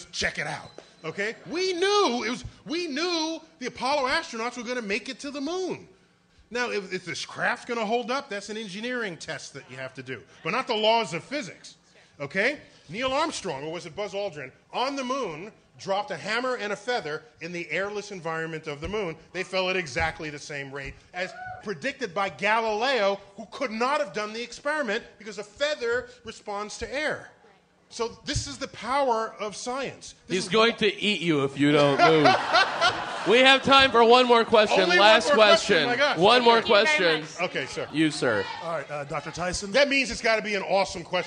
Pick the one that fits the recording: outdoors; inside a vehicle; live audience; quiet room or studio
live audience